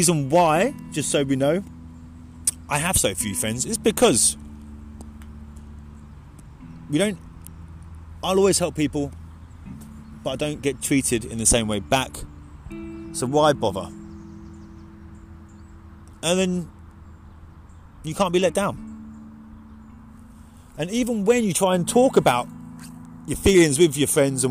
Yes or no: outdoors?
yes